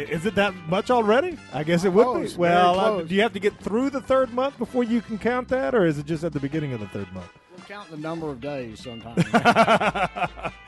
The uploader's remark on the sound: The Conservative Political Action Conference (CPAC) held its annual gathering in Washington this week. Our correspondent provides a full report live from the scene.